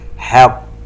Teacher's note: المشددة الموقوف عليها بالسكون تقلقل وهذه هي أعلى مراتب القلقلة، حق مع مراعاة الترقيق في حرف الحاء إذ أنه من أحرف الاستفال